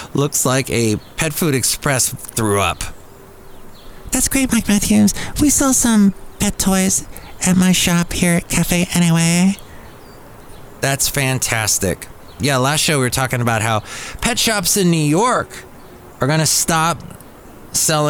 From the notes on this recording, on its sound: Podcast live from Cafe Anyway.